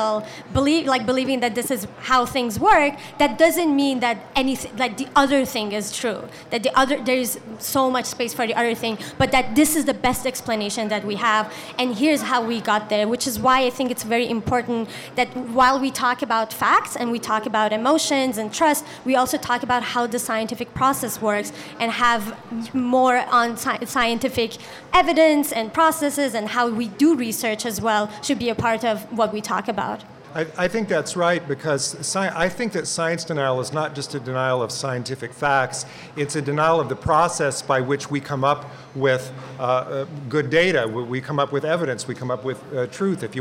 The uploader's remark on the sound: In a show recorded before a live audience at the Seattle AAAS meeting, and co-presented with the BBC World Service.